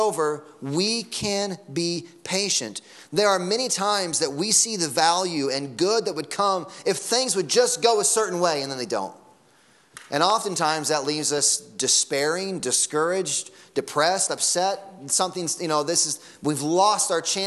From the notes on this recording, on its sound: Sunday Morning Sermon Audio.